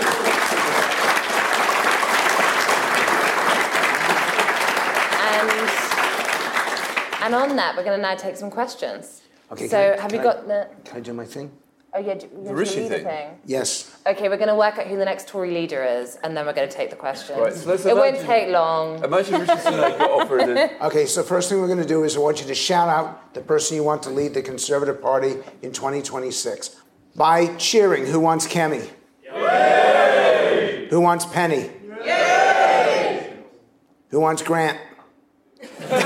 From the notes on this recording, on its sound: a live recording of Coffee House Shots from Tory party conference